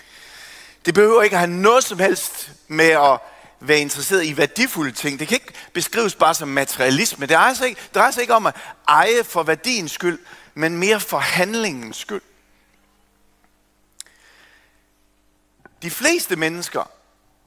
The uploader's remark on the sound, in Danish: undervisning fra mandagens første Keynote-session